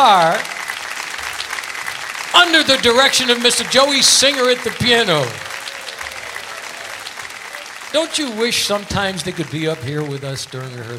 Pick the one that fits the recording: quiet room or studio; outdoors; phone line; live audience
live audience